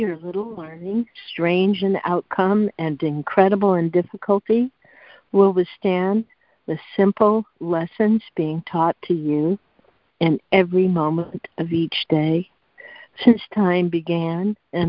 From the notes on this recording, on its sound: ACIM Daily Conference Call